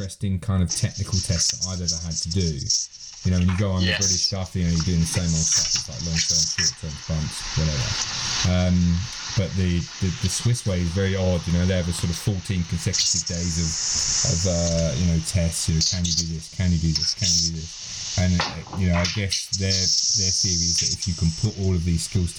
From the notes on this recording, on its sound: The sound quality is not amazing on this one as it was done over Skype.